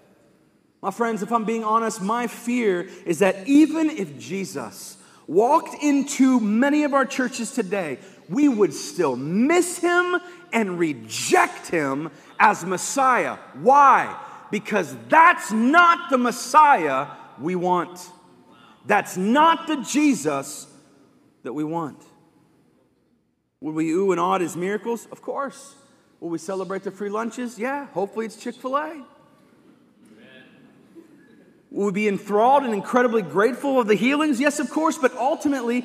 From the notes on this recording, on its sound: live from Covenant Church